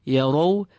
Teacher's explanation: the ra is not empty. It has a fatha and is affected by its own fatha.